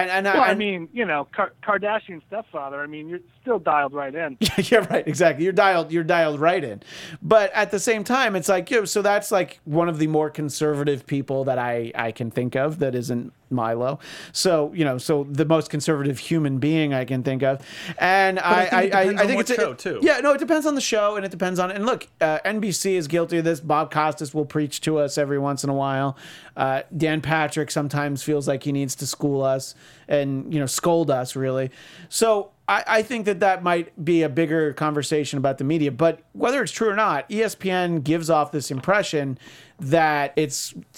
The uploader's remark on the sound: are once again joined on the phone